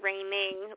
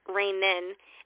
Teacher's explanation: instead of saying raining with a G, it's rainin · Shown in: second take